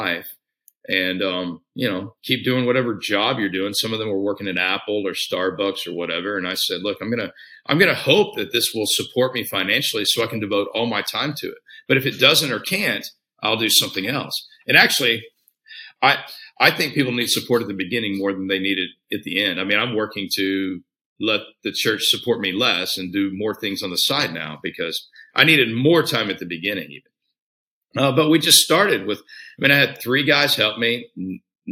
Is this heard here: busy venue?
no